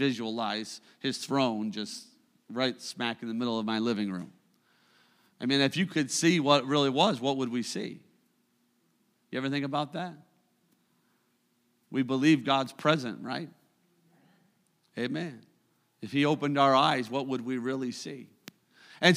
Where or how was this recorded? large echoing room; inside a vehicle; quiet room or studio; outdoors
large echoing room